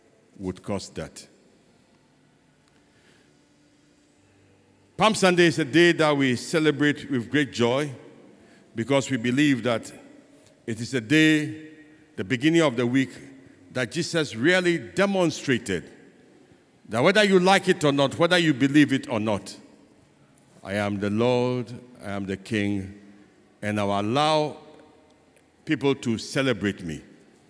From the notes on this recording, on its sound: Sermon preached at CBC Shiashie Campus